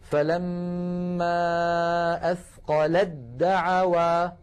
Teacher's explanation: ساكنة، ودعوا أولها دال متحركة والتاء والدال من المخرج عينه، لذلك نحول التاء إلى دال ثم ندغم الدال في الدال فيكون النطق هكذا، فلما أثقلت دعوا، لاحظها أثقلت دا، يعني ما